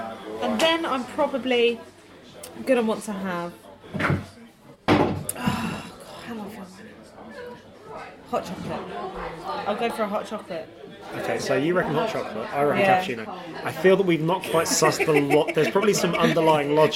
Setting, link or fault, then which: setting, busy venue